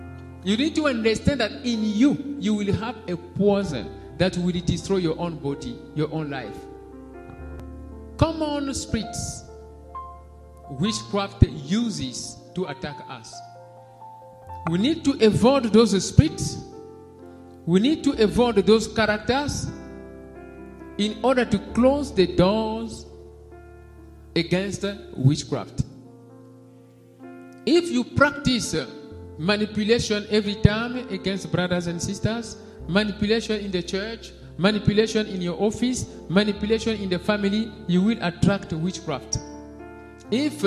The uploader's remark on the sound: SUNDAY LIVE SERVICE